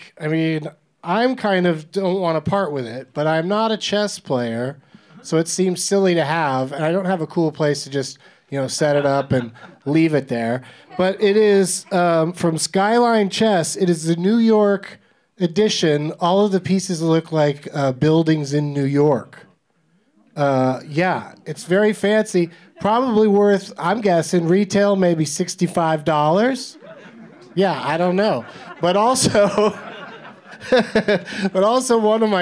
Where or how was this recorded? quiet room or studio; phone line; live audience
live audience